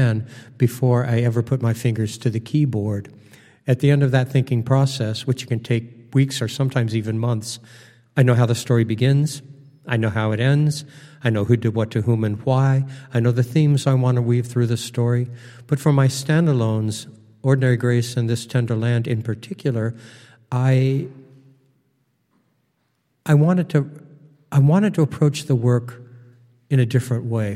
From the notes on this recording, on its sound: Recorded on stage at The College of St. Scholastica in Duluth.